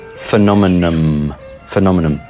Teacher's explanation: the final N can be pronounced M